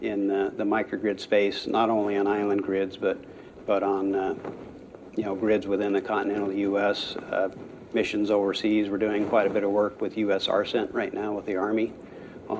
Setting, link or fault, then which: setting, busy venue